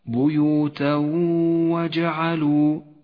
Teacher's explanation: والآن حكم الإدغام بغنة في قوله تعالى بيوتا وجعلوا، بيوتا وجعلوا، التنوين وبعده حرف الواو يدغم التنوين بالواو يسقط من اللفظ، ولذلك لون بالرمادي في مصحف التجويد إشارة إلى عدم نطقه، وتحتاج الواو التي بعده إلى غنة زمنها حركتان، ولذلك هي خضراء اللون في مصحف التجويد، اقرأ هكذا بيوتا وجعلوا.